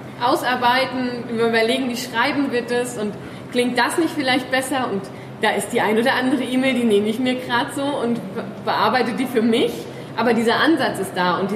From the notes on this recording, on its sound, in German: Live-Mitschnitt vom Sidepreneur Meetup Frankfurt. Wir haben die Panel-Diskussion von vier Sidepreneuren aufgenommen.